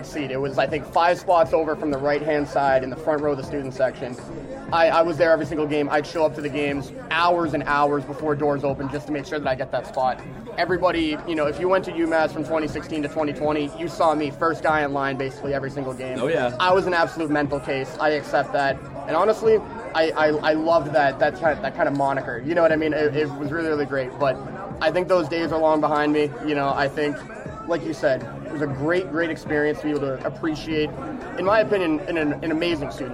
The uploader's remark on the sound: Coming to you LIVE from the Hangar Pub and Grill in Amherst before the "Chill the Bill" game against UConn.